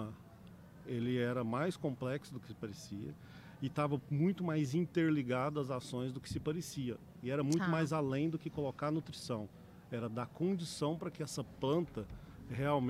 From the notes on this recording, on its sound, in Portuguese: Os episódios foram gravados durante o Campeonato Brasileiro de AeroPress, que aconteceu nos dias 28 e 29 de outubro em Campinas/SP